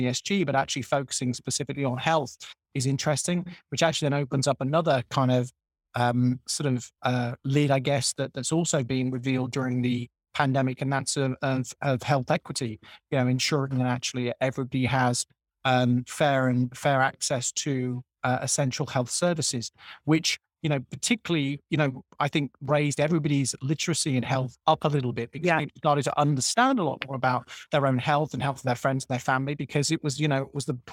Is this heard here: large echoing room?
no